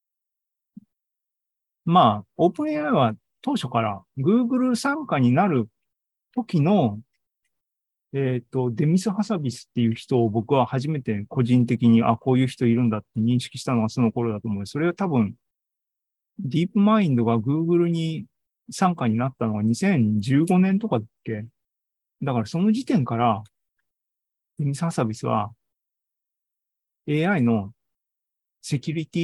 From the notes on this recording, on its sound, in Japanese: ２０２３年７月２９日に開催した ZOOMライブの模様です